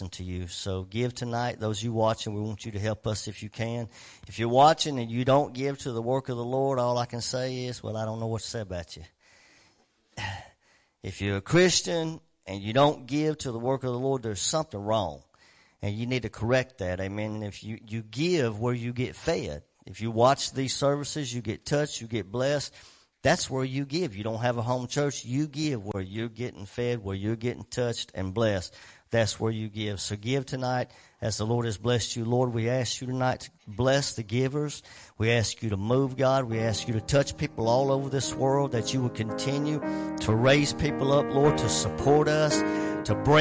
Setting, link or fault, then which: setting, large echoing room